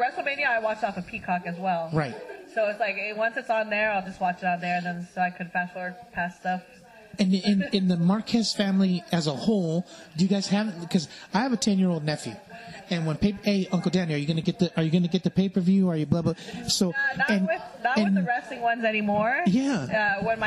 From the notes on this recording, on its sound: Live from MetroFlex 2.0 in Hawaiian Gardens.